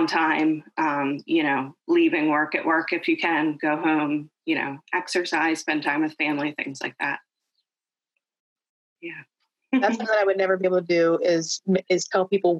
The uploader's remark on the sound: Originally recorded on zoom.